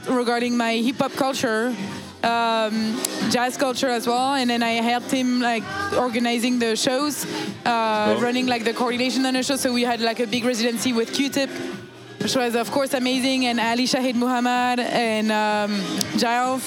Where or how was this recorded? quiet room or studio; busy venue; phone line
busy venue